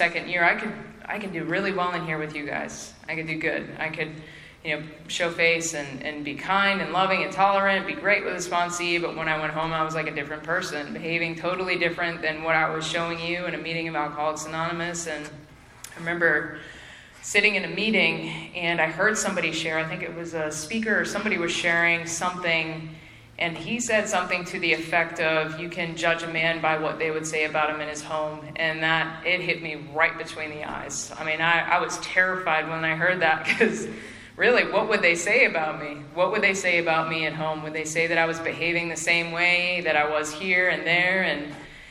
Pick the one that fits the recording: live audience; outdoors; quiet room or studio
live audience